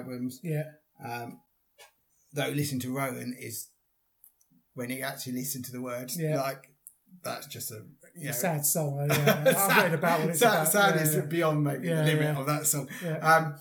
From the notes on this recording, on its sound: Sorry for some audio issues as we had podcast microphone problems